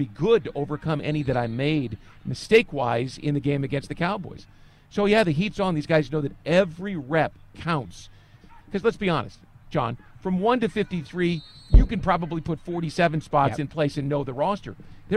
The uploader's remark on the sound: Live From Joint Practice With the Lions. Take a LIVE look at joint practice with the Detroit Lions.